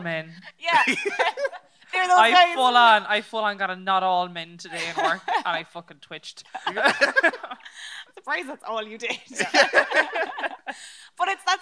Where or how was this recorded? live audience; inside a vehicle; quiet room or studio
live audience